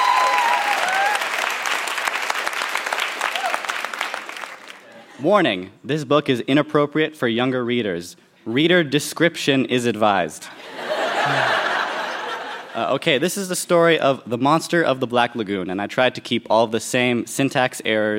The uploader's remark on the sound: Recorded live at the Park Theatre in Winnipeg, MB.